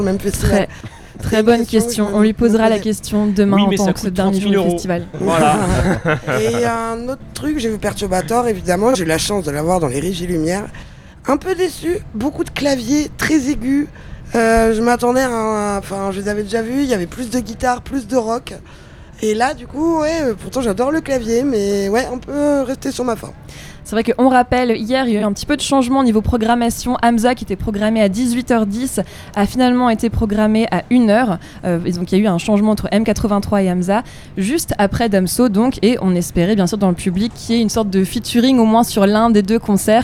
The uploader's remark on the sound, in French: L’Amusicale au Festival BeauRegard 2023. En direct de l’espace presse du Festival Beauregard 2023 à Hérouville-Saint-Clair (14) avec les radios associatives musicales en Normandie de L’amusicale.